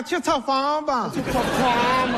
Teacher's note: 西北是把前鼻音念成后鼻音